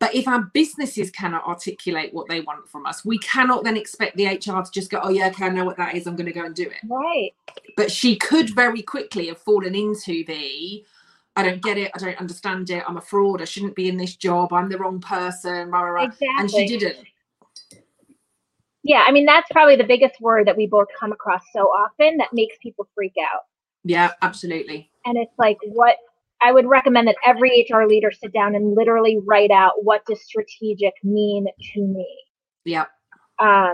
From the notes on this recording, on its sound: This audio is taken from the Youtube Live conversation